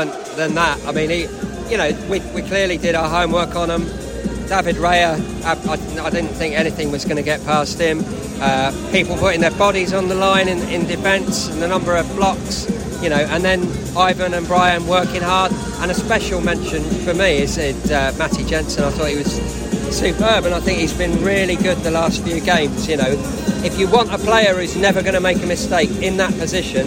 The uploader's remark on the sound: post-match podcast from the stands